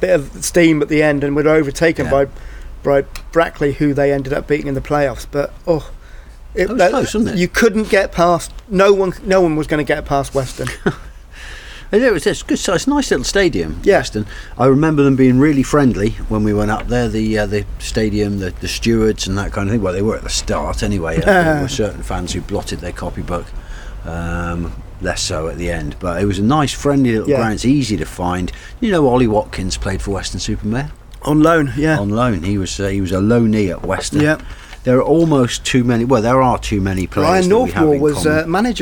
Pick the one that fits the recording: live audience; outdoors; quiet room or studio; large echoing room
outdoors